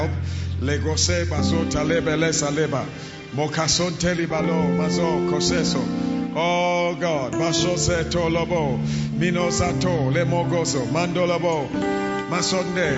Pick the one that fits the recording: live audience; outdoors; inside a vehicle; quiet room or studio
live audience